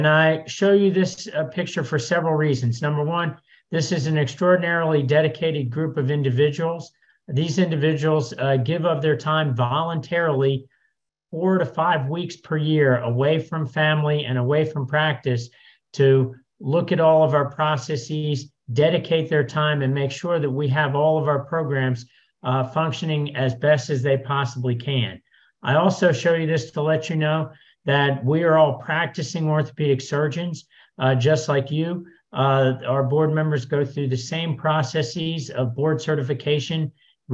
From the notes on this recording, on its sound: This is an audio-only version of the recent webinar